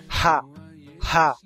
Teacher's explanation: tomem cuidado para não fazer esse som muito gutural, muito raspado na garganta, porque ele é mais suave do que isso.